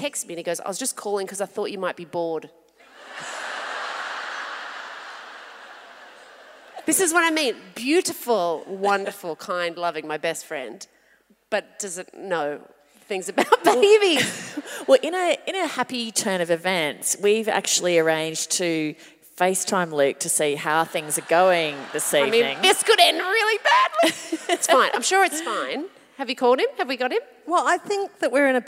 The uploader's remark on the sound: The Chat 10 Looks 3 live show at Hamer Hall, Melbourne.